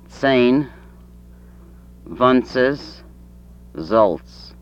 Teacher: Affricates. Voiceless dental alveolar.